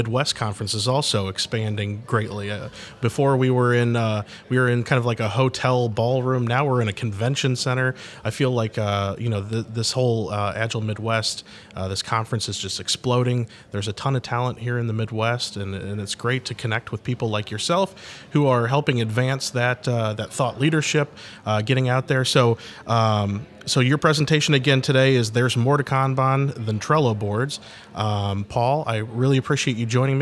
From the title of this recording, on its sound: Live From Agile Midwest